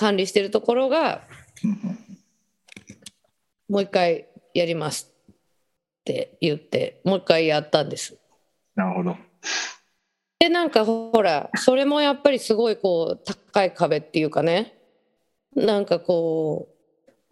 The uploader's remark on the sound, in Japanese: 本音声はビデオ会議サービス「Zoom」を使用し収録しています。一部聞き取りづらい箇所があります。